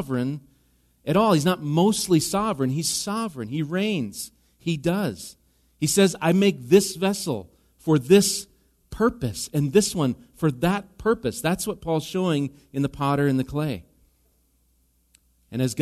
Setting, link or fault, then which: setting, large echoing room